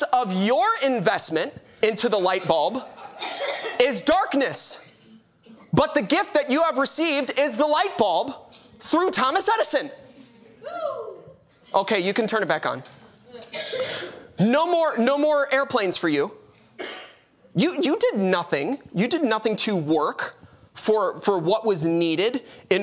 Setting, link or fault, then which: setting, large echoing room